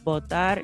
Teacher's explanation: the B in Spanish is a little bit softer than the B in English. So we're used to sort of saying B, and we really press our lips together.